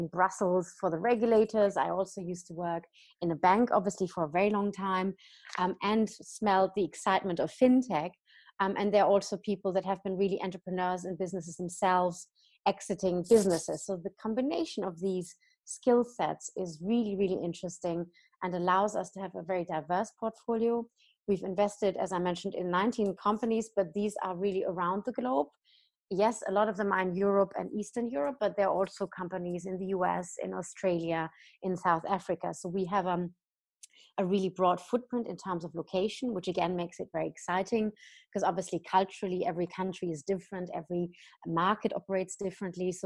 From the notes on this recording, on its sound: joined over Zoom